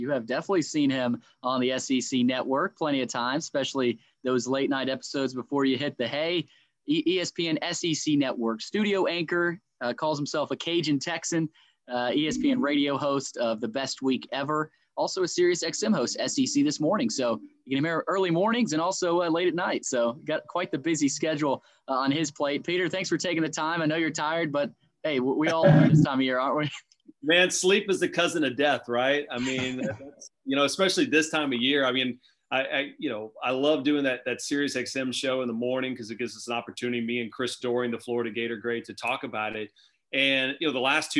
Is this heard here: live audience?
no